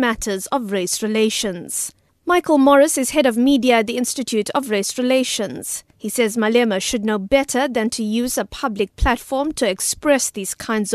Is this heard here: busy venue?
no